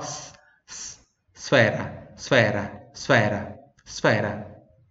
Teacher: Esse S da língua italiana, sempre quando vem o S, com a palavra começa com S, um S mudo, S impura que se fala, né? O S seguido de uma outra consoante, esse S é só o sonzinho do S, tá? Não tem um I ali na frente, nem um E. É só s, s, esfera, esfera, esfera, esfera.